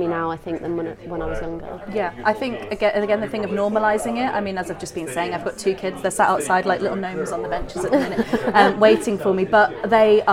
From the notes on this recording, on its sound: live from the Kendal Mountain Festival